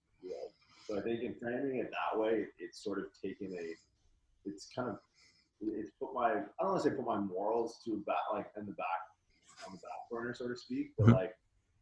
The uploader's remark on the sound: The audio is not of normal quality for RX'D RADIO.